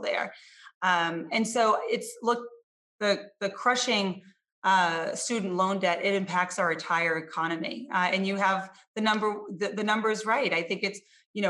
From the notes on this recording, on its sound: over Zoom for a 25-minute discussion